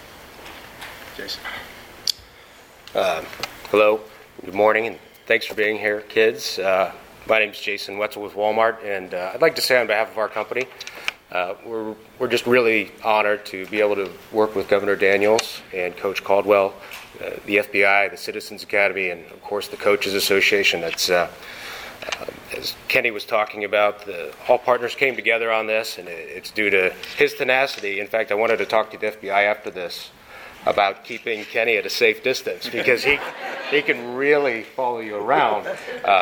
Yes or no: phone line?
no